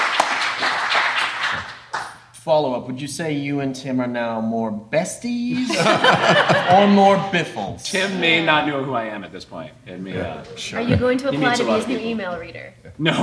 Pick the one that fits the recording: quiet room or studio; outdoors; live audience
live audience